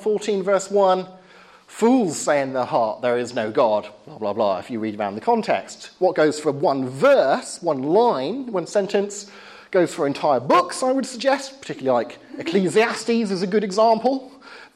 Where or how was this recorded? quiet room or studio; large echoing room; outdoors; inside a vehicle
large echoing room